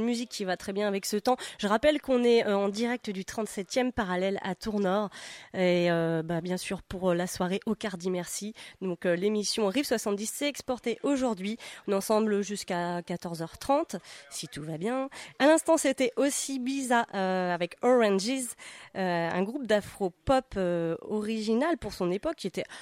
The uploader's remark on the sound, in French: RIFFS 70 en live du 37e parallèle.